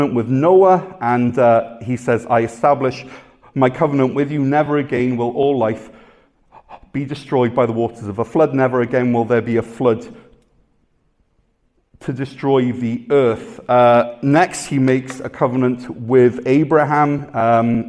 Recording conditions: large echoing room